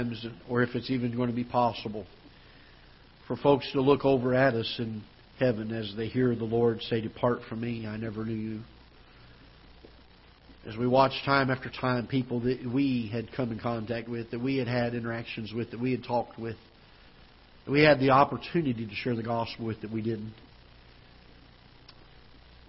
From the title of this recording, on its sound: Ketha Heights Baptist Church ~ Live Broadcast